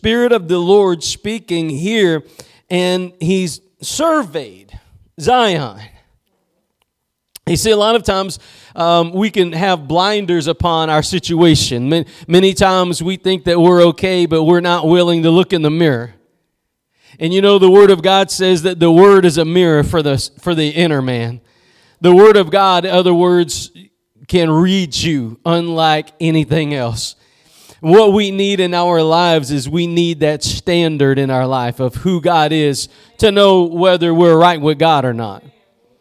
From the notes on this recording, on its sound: Preached at Gospel Lighthouse in Bossier City, La.